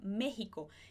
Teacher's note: a última forma que a gente tem de pronunciar o X é como se ele fosse o J do espanhol, como na palavra México, aqui na garganta, México. Isso acontece por influência das línguas nativas que tem ali naquela região do México.